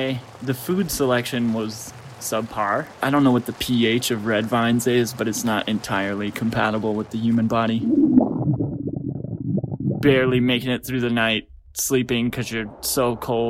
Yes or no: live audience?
no